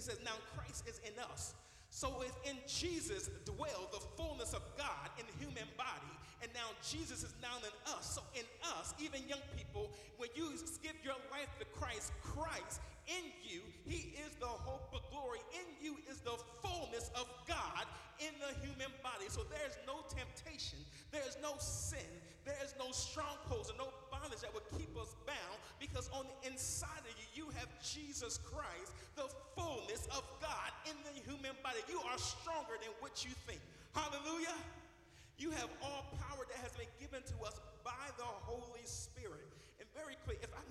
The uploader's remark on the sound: THE AWAKENING: Jesus Christ Revival LIVE RECORDING (Full). The live recording coverage of our Live 4 Christ Annual Event 2k15.